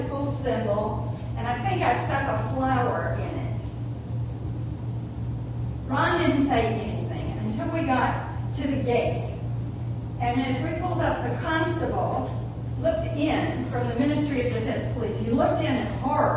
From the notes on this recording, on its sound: It was a bit of a challenging day for the sound system